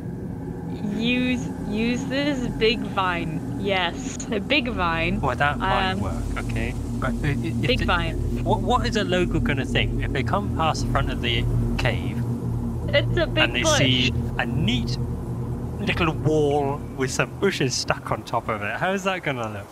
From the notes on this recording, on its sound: weird noises keep coming from outside.